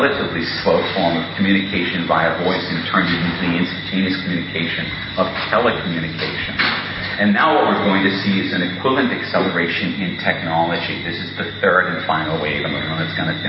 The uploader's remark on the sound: In this talk that was delivered at the 2002 Mind States Conference held in Jamaica.